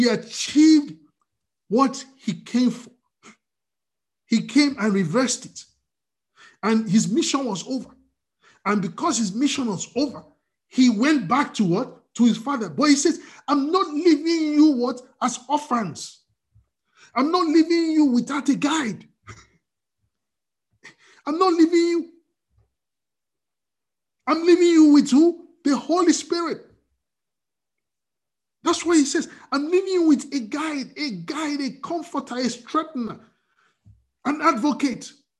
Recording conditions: video call